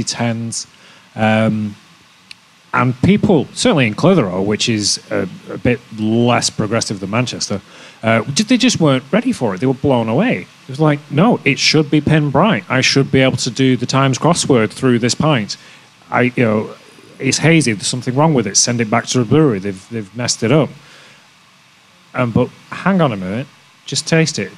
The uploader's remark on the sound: The latest episode of our podcast takes place here at the brewery, where we hosted a panel discussion in front of a live audience. As we joined in Marble’s 25th anniversary celebrations.